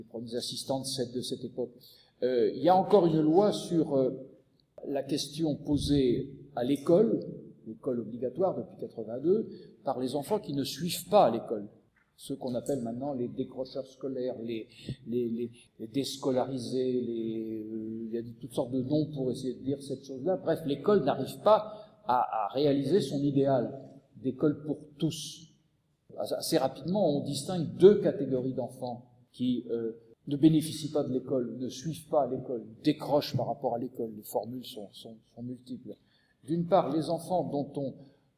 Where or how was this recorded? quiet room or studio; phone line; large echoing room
large echoing room